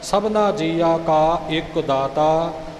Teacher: ਇੱਕ 'ਤੇ ਜ਼ੋਰ ਆਵੇਗਾ